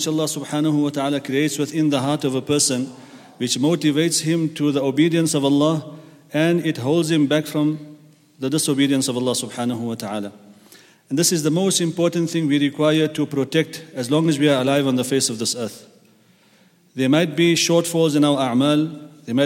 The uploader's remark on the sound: at the Houghton Masjid (West Street)